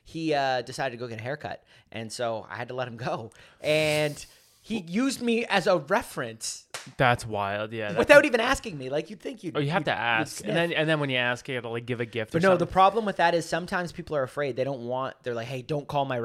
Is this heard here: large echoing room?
no